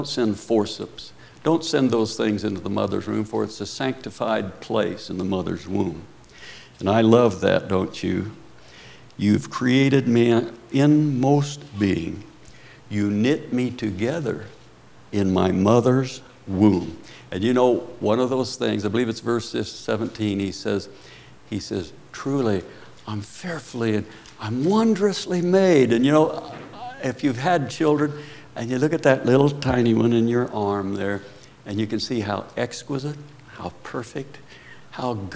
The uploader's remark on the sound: Preached at Paradise Valley Christian Church.